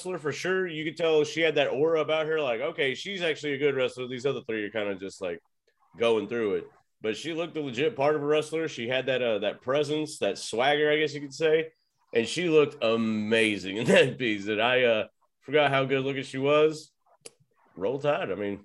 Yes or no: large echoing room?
no